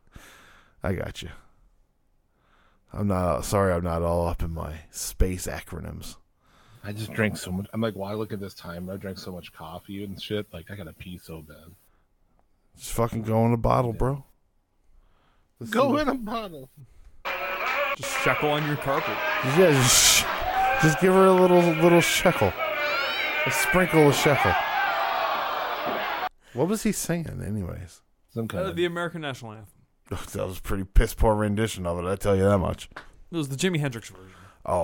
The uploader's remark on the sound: in New Jersey, we're coming live to you from a cul de sac!